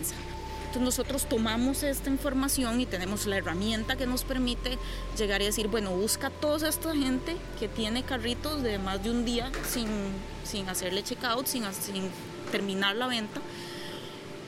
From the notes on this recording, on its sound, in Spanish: Un episodio podcast grabado en una playa mexicana